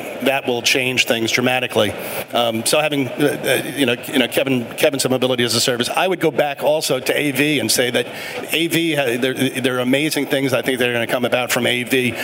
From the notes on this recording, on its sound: UITP Live. Recorded live at the biggest global transit event, UITP.